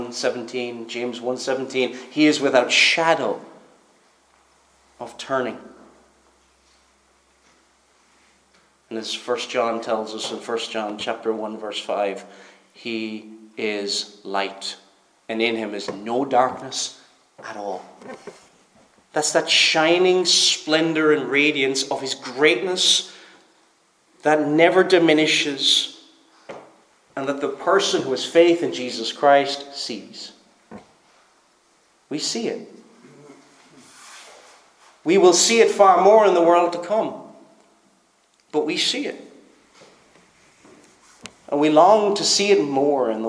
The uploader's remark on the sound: Preached at Stornoway Free Church -Continuing